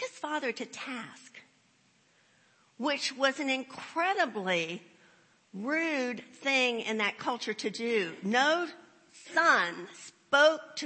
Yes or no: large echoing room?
yes